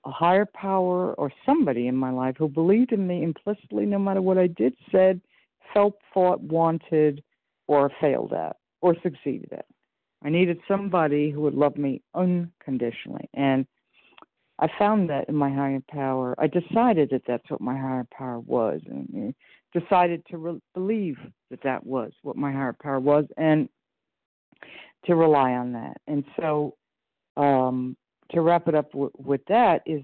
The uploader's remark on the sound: 100 Pounders Phone Meeting, 3/26/23